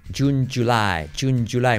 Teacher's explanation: es una ch activando las cuerdas